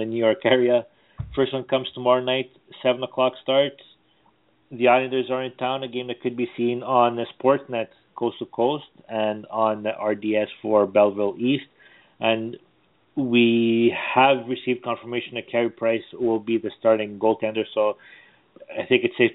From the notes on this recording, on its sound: It is the most interactive and informative Canadiens podcast as we take your phone calls.